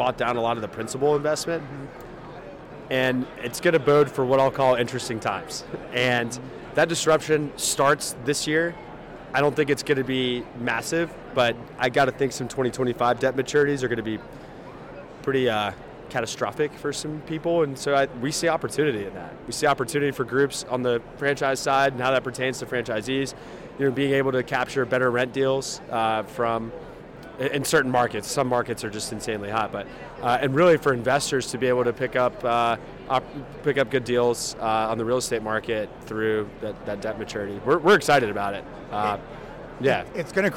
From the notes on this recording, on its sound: LIVE Day 3 from the IFA 2024 National Convention in Phoenix, AZ. Directly from the convention floor.